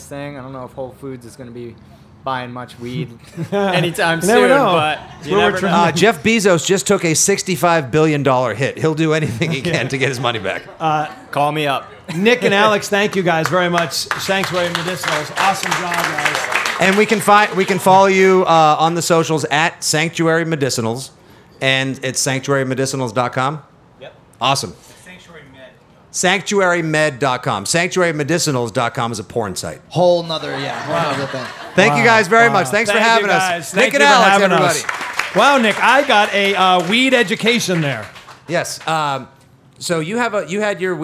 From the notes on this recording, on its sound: Recorded live on 4/20 at Sanctuary Medicinals in Gardner